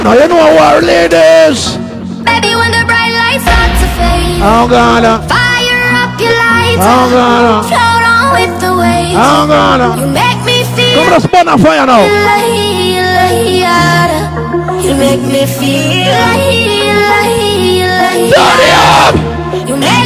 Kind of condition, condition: setting, busy venue